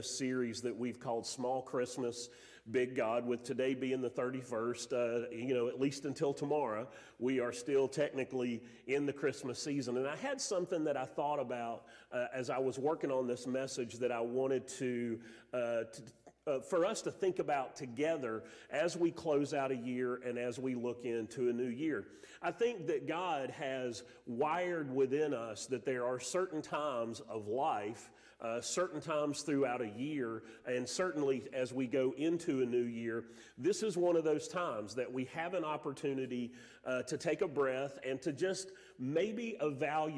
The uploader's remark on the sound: Sermon audio from Mission Church in Locust, NC.